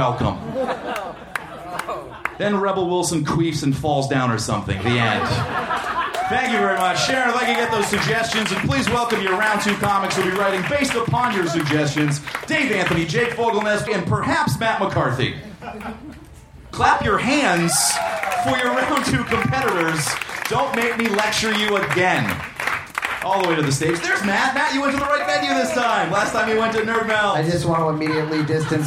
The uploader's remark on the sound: Recorded May 17 at The Virgil in Los Angeles.